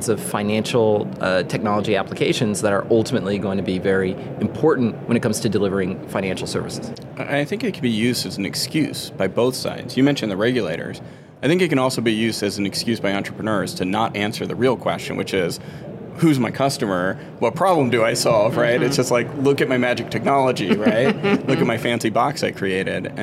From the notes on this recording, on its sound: is at the Money 20/20 Conference in Las Vegas